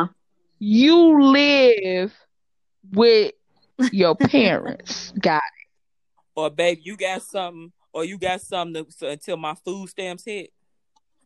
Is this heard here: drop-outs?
yes